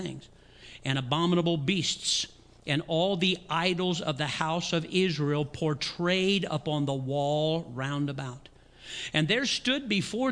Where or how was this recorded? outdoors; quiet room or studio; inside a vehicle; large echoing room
large echoing room